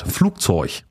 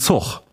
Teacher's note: Wir kommen ja aus einem dialektalen norddeutschen Raum hier, wo man eigentlich jede Endung auf G, CH ausspricht.